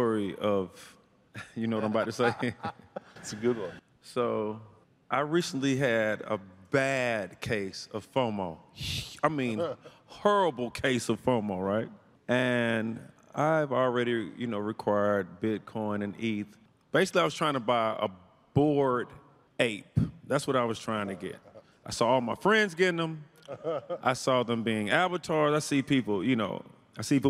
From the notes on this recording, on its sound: This panel occurred on June 10, 2022, the second day of CoinDesk’s Consensus 2022 festival